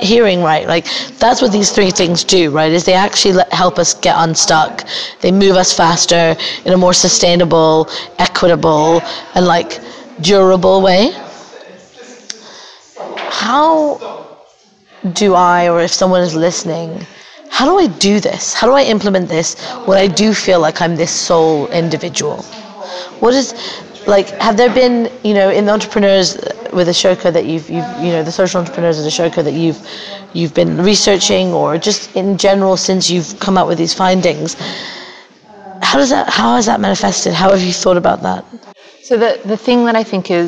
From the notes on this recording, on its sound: Recorded live at Skoll World Forum in Oxford.